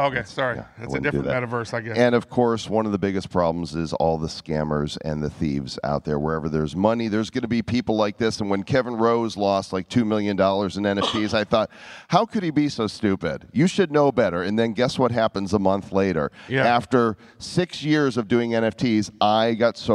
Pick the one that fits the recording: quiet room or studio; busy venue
busy venue